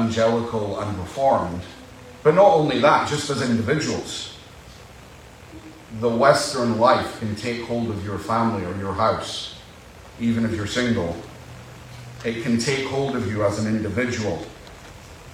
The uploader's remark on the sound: Apologies for the poor audio